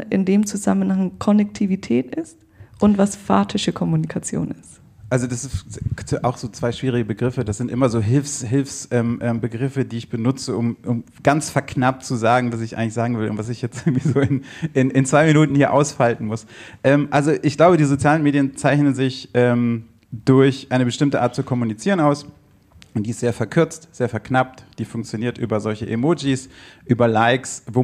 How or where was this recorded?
live audience